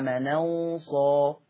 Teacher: في أول حاجة النقل، فتبقى النون مفتوحة، مش هنقل الهمزة المفتوحة، هشيل الهمزة واخد الفتحة حطها على النون فتبقى النون مفتوحة